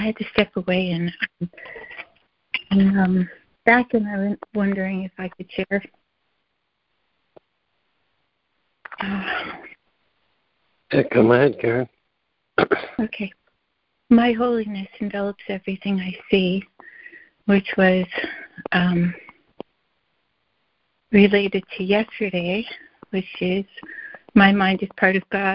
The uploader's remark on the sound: ACIM Daily Conference Call.